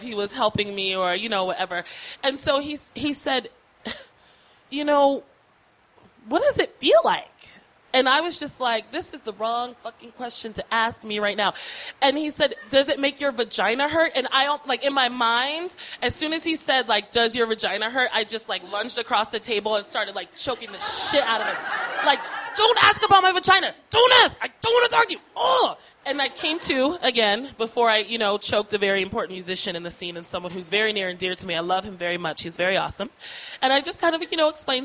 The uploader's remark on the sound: These stories were recorded at The Deer Pile on August 15th, 2013 by our good friends at The Denver Diatribe .